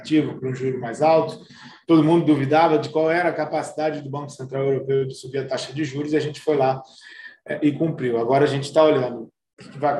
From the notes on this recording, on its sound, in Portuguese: Novamente, realizamos a conferência pelo zoom com transmissão simultânea pelo YouTube.